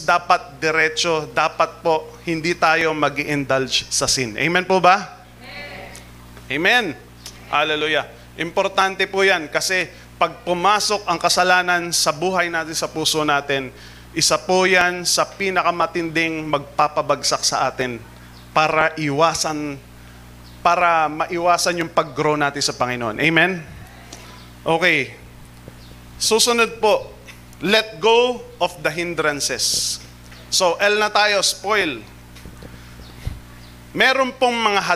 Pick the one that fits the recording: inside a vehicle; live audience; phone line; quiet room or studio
live audience